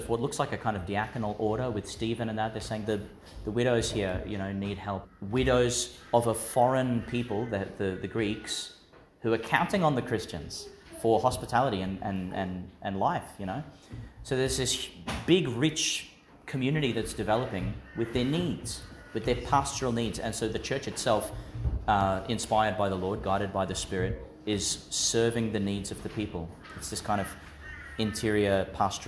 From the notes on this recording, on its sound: Delivered in Our Lady of Mt Carmel Church, Mt Larcom, Qld.